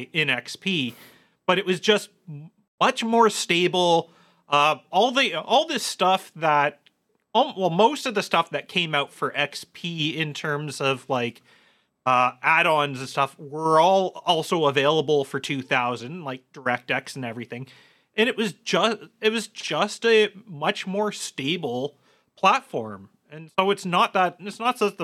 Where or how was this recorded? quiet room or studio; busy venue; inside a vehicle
quiet room or studio